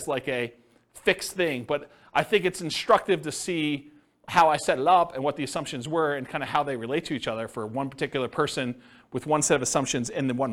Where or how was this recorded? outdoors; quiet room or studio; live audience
live audience